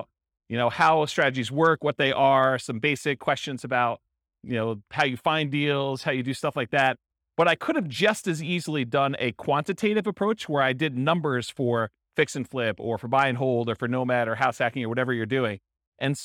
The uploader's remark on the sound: In Topeka, Kansas. This was a live class recorded.